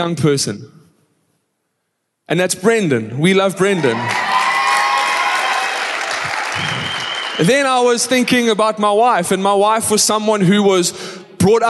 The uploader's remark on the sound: Recorded live on Sunday the 19th March 2023